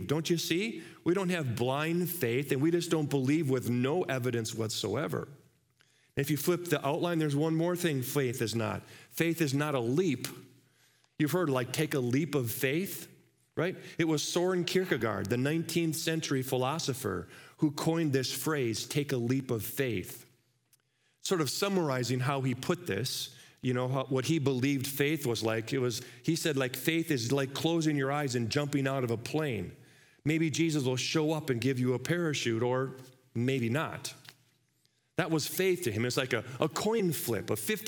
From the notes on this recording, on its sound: Live from our Celebration Ministry Center